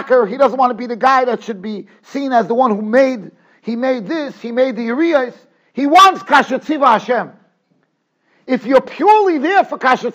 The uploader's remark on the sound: Shiur recorded in Yeshivas Ohr Reuven, Monsey, NY.